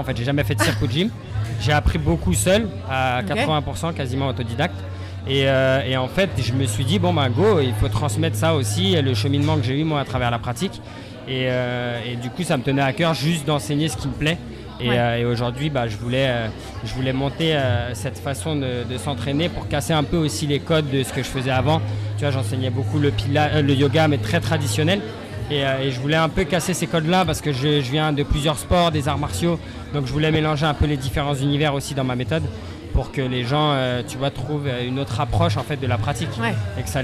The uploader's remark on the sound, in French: Cet épisode a été enregistré en direct du Kind Festival édition 2023.